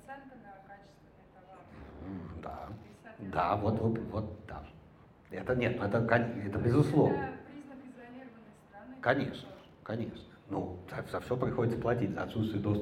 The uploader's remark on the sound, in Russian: Лекцию в рамках Hume Welcome Days в Ереване. Это запись лекции.